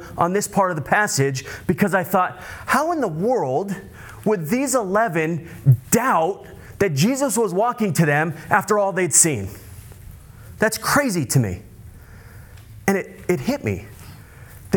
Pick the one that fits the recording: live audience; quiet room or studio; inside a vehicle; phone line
live audience